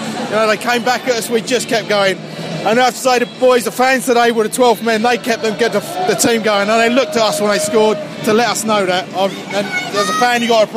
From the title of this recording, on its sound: Post-Match Podcast from the pub